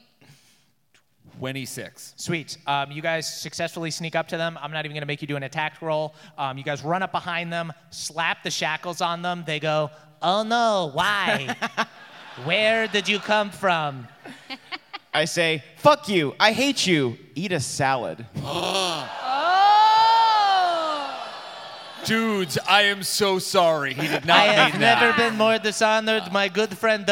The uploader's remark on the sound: NADDPOD Live in Boston